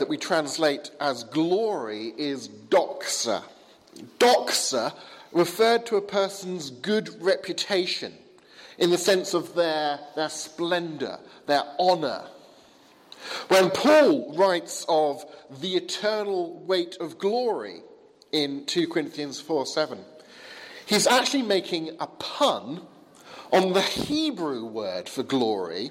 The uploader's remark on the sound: Sermon from the 11 am service at Highfield Church, Southampton, November 6th 2016.